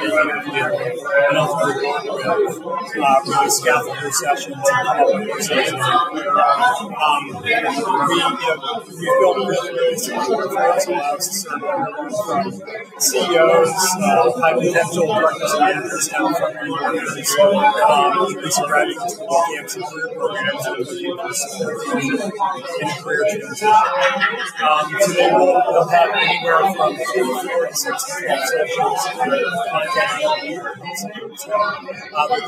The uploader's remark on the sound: Postcards from StartEd's NY Edtech Week. This was a crowded event, and the audio quality of the interviews can be spotty at times.